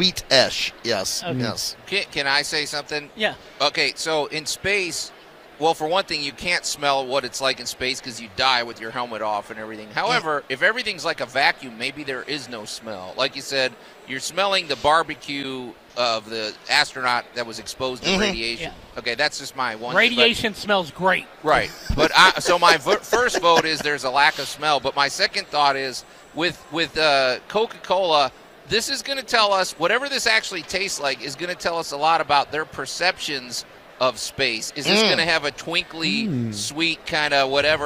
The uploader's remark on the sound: broadcast live from The Home Show of the MidSouth.